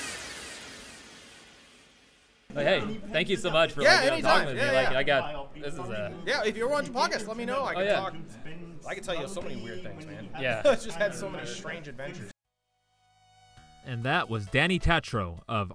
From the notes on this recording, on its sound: In The Field At Sacramento Gamers Expo.